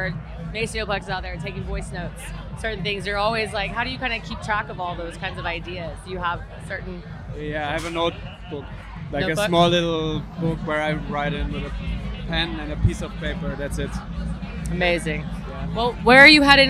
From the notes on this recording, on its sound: Seismic Dance Event 5.0. At Seismic Dance Event.